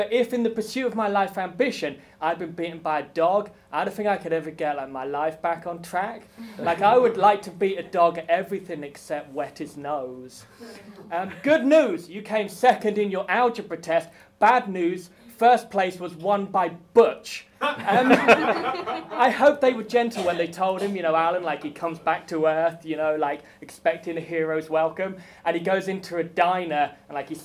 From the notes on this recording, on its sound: Recorded at the Brighton Fringe. Recorded at Sweet Werks, Brighton.